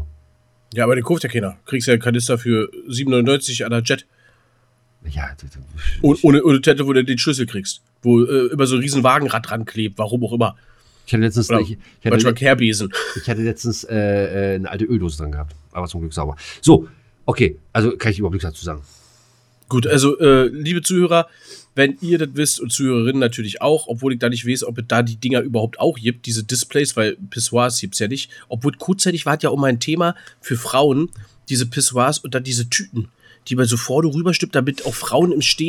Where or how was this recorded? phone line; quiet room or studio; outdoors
quiet room or studio